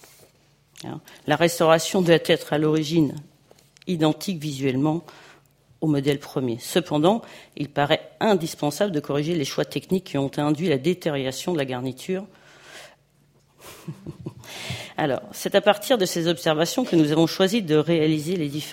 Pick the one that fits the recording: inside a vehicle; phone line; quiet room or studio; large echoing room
large echoing room